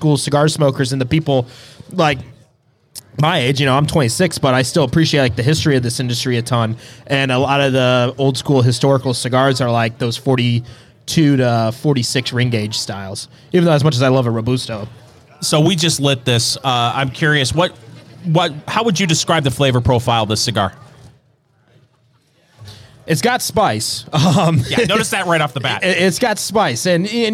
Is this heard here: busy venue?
yes